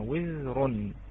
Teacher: نلاحظ أن الزاي ساكنة فصلت بين الواو المكسورة وبين الراء المضمومة، وزر. فكذلك ترقق الراء، فإذا إذا فصل بين الراء وبين الكسرة ساكن فكذلك هذه الراء تكون مرققة، بشرط أن لا يكون هذا الساكن حرف قوي، أي حرف من حروف الاستعلاء، سوى حرف الخاء.